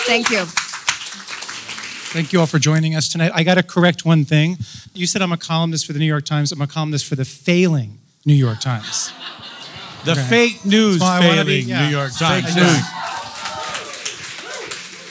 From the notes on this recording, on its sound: This week we are very happy to present the keynote panel from the 2017 Food Book Fair, recorded live from Liberty Hall at the Ace Hotel New York. From the always poppin lobby of the Ace Hotel.